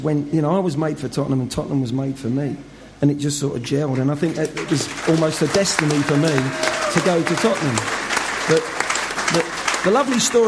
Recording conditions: live audience